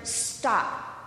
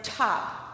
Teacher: In stop, the T does not have any aspiration, but in top, there's a puff of air after the T. And yet, we use the same symbol in English because after an S, our brain knows that in English, after an S, a T will not have any aspiration.